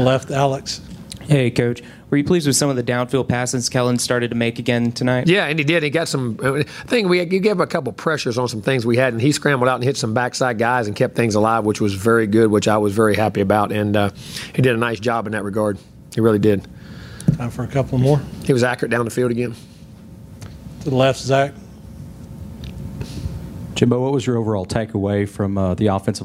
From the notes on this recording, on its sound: press conference following the 62-3 win over Lamar at Kyle Field